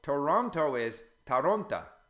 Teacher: the O, if it's not stressed in a word, becomes A. So Toronto is Taronta, you know, because the O becomes an A.